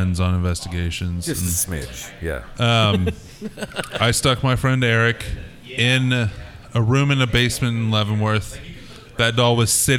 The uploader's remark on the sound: Recorded live from Big Rip Brewing Company in KC.